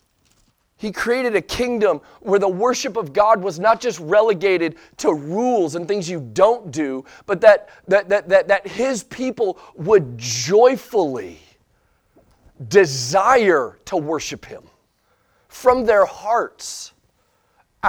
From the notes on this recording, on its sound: Sunday Morning Sermon Audio